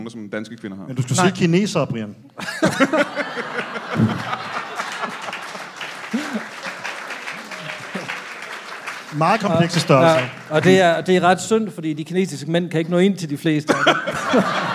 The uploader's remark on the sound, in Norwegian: LIVE fra Comedy Zoo